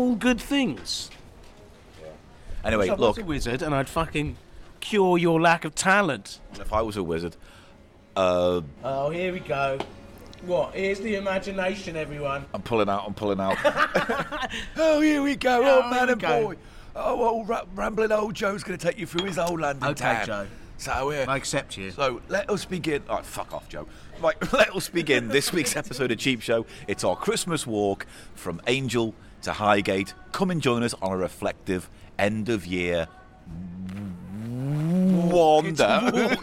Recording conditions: outdoors